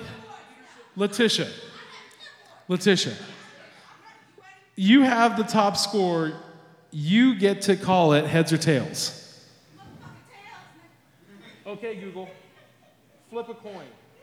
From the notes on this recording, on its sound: This recording was taken live at Yellow Cab Tavern on May 15th 2022.